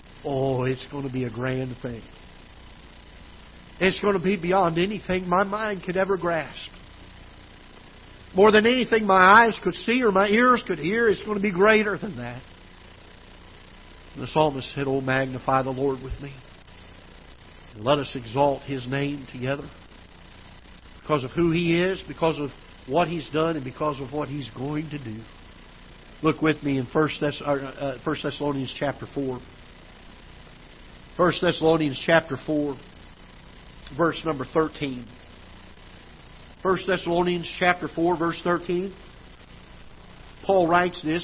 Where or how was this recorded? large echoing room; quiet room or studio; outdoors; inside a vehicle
large echoing room